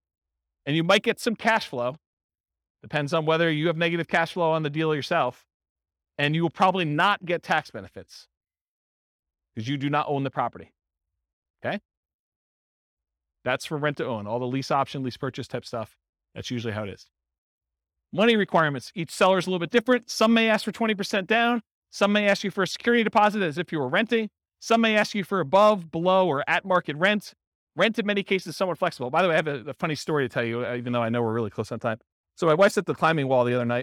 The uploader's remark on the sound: This was a live class recorded.